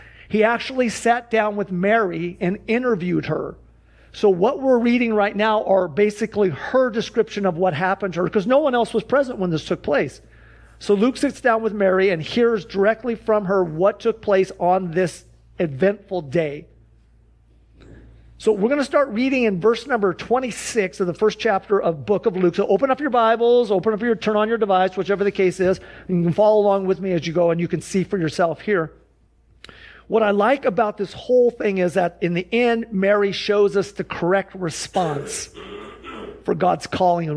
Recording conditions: large echoing room